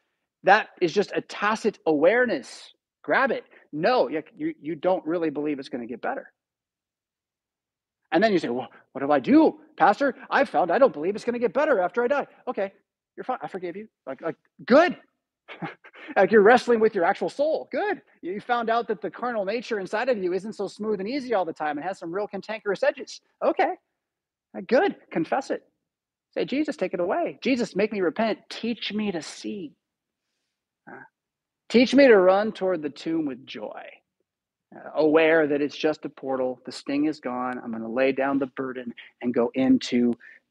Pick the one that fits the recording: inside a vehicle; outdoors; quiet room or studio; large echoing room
large echoing room